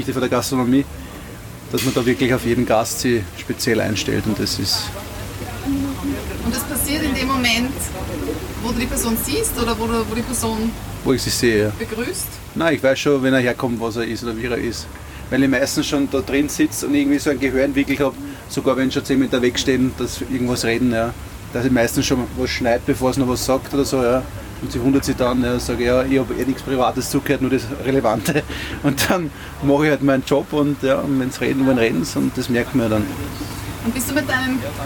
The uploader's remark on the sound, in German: live vom Würstelstand „Zum scharfen René“ am Schwarzenbergplatz im ersten Bezirk in Wien